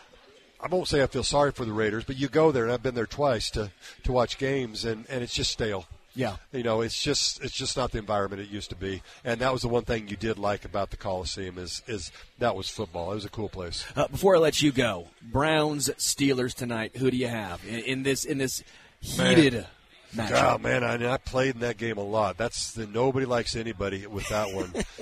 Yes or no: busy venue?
yes